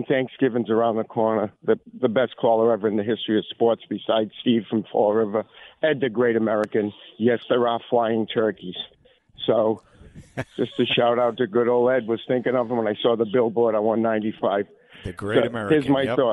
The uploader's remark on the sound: take your calls texts and tweets live on the air